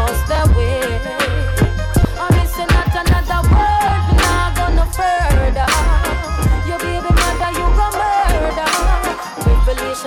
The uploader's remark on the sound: Originally broadcast live on May 2, 2019 from the storefront of Kinfolk 90 in Williamsburg, Brooklyn, New York City. Broadcast live on WAXX.fm.